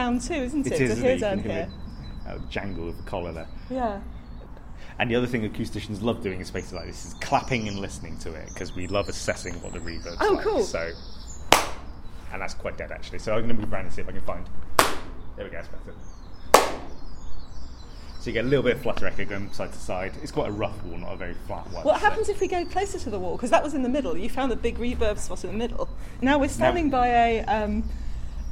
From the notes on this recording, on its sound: A soundwalk along the River Avon to find out what we could hear.